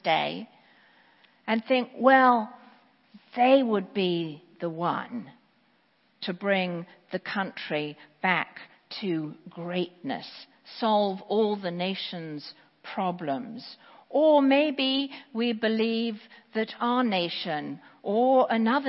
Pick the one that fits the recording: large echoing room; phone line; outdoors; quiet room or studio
large echoing room